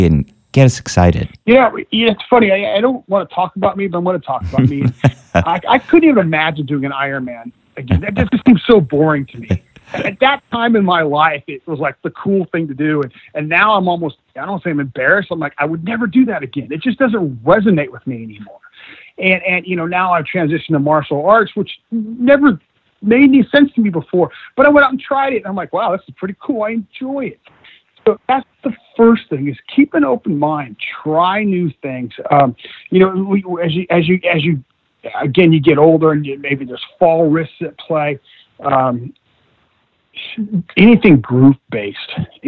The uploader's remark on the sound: via internet phone